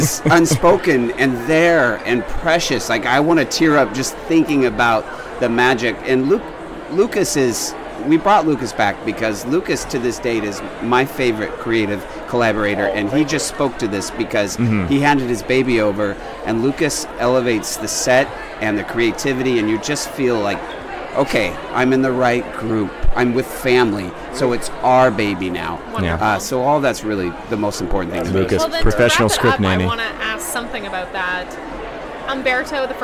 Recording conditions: busy venue